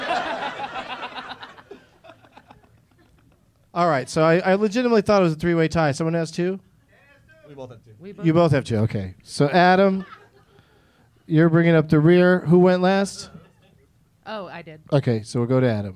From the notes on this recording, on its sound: Live from Zanies in Rosemont, IL